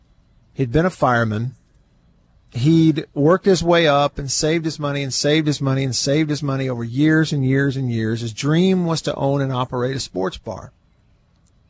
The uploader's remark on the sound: LIVE from the porch in Vicksburg